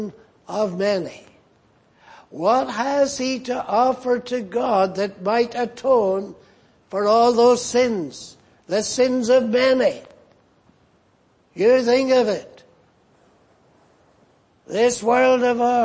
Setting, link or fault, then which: setting, large echoing room